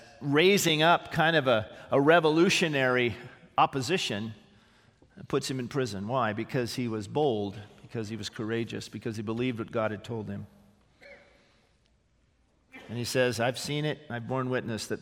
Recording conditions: large echoing room